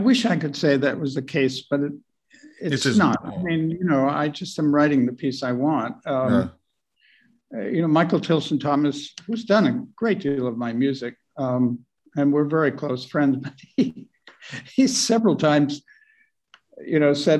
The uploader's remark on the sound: This interview was recorded on 9th October 2021 via Zoom.